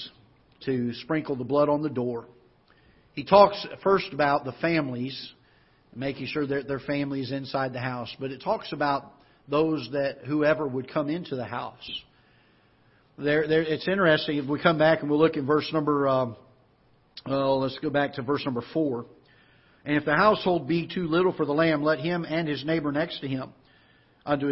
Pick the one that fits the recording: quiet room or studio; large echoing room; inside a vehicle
large echoing room